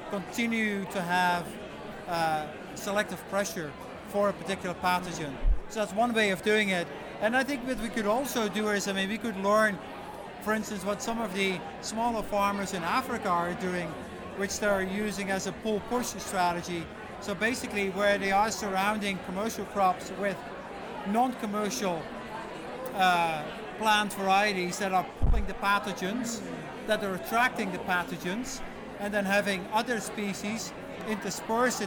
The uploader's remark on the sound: Bonus Live Interview Audio from TasteTECH